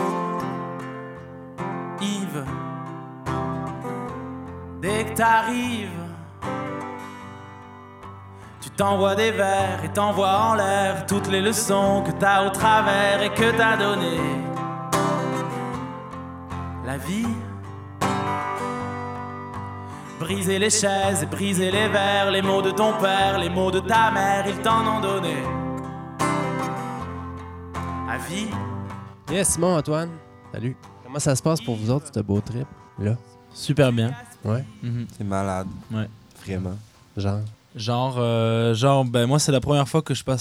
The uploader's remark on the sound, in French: Dans une rencontre sur la plage. Festival en chanson de Petite-Vallée.